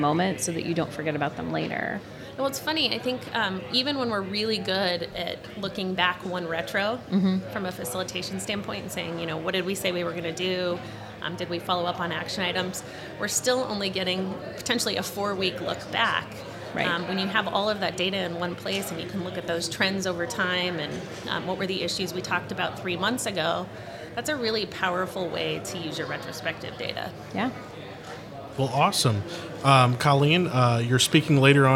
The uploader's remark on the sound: Live From Agile Midwest.